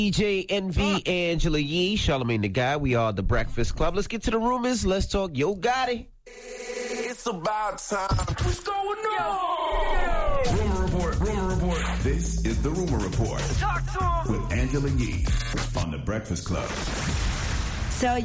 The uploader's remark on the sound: We opened up the phone lines to see if any of our listeners had horror stories from dating apps.